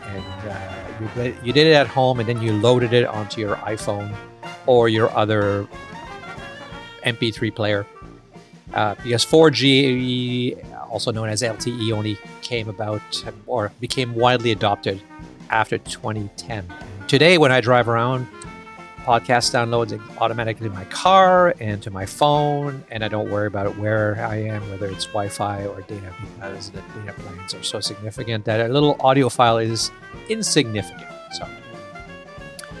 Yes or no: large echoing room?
no